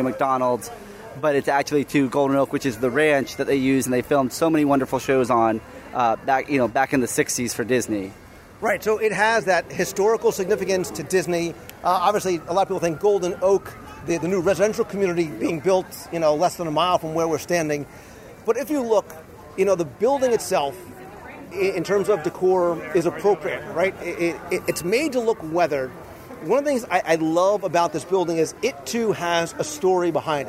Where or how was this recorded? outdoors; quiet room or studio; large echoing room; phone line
outdoors